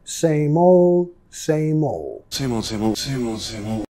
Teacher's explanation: muchas veces la D al final es muy suave o ni lo vamos a pronunciar